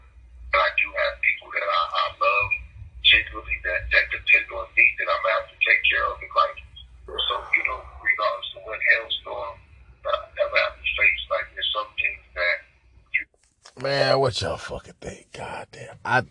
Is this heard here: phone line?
yes